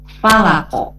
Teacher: Huruf qaf sama juga, ya, dia sifatnya qalqalah. Jadi pada saat diwakufkan di kata akhirnya menjadi memantul